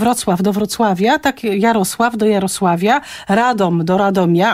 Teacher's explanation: końcowa spółgłoska w tym wypadku wy zmienia się w wi